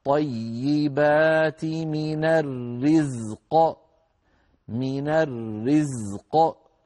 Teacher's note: هي من الرزق لأن من حرف جر والرزق اسم مجرور آخره كسرة، لكن لما وقفنا سكنت القاف من أجل الوقف وكان قبلها ساكن وهو الزاي فاجتمع في النطق ساكنان الزاي والقاف. الزاي بحاجة إلى بيان وبيان الصفير الذي فيها والجهر، والقاف أيضا بحاجة إلى بيان استعلائها وتفخيمها وقلقلتها، فلا يؤثر هذا على ذاك ولا العكس.